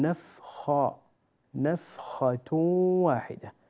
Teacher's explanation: الخاء من حروف الاستعلاء ويكون مفخما